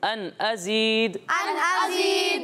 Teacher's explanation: نون کی آواز لوٹتی ہوئی نہیں آئے گی